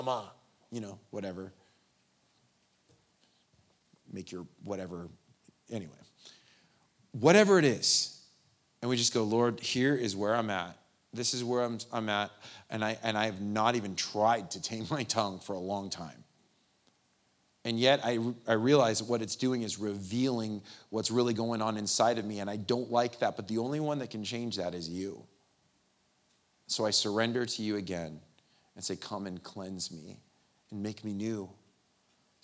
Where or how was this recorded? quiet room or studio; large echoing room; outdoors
large echoing room